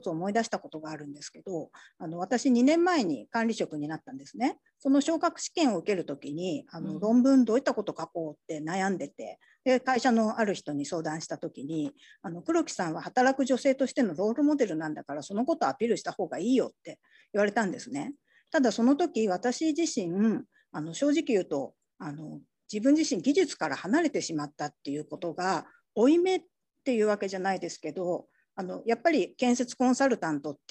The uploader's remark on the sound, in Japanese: 収録場所： オンライン (Zoom)